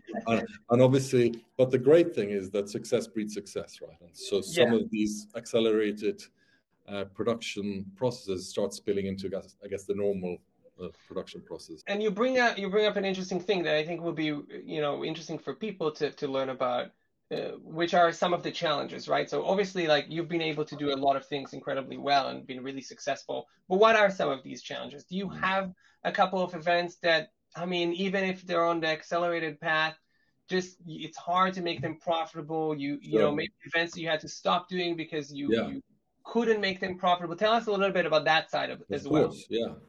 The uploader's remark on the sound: This episode — which aired recently as a webinar — provides a deep dive into the strategic world of event management.